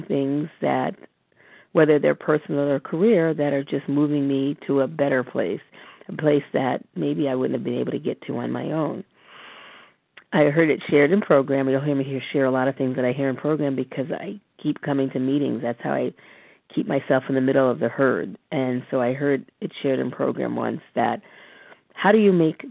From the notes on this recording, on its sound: from the 100 Pounders Phone Meeting